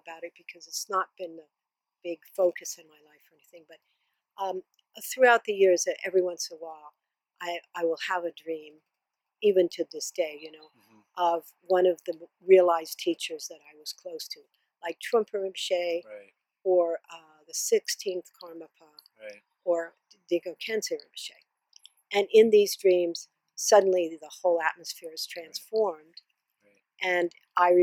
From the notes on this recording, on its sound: This interview was conducted in person and outside, in a lovely garden in Boulder, Colorado. Because it was recorded outside and unedited, be prepared for some “dream signs” that playfully barge into this delightful conversation!